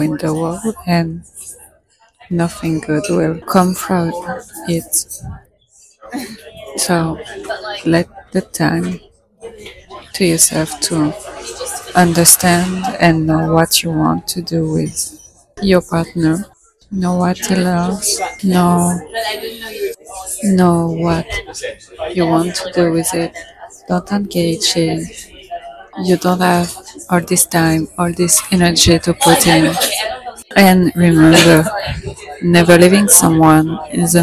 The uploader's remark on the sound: Today i was inspired by this cute coffee shop to talk about romantic relationships and it felt so good to record it outside. I let you enjoy all the noises buzzing around because life goes on.